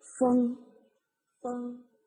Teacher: 归音的时候，舌根要抵到。软腭的地方啊，也也就是说，舌根要与软腭相接触